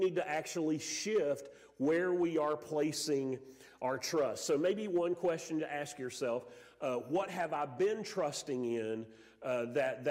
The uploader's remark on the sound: Sermon audio from Mission Church in Locust, NC.